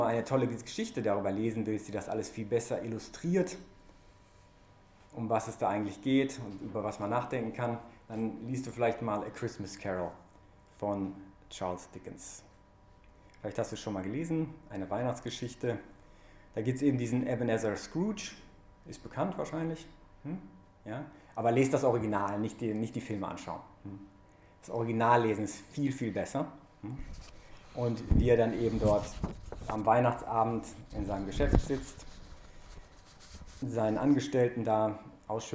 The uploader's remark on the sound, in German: während der "BeFree Messe" am 6-3-2021 im Zentrum Johannes Paul II.